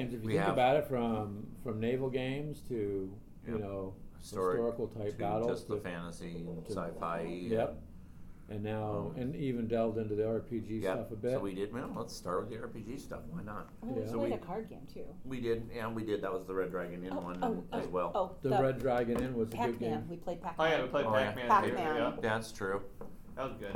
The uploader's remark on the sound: sitting at the local coffee shop